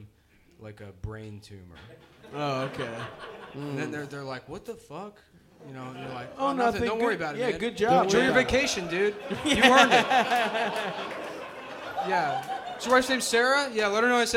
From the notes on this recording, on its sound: Early Vancouver Live Show (Live Show)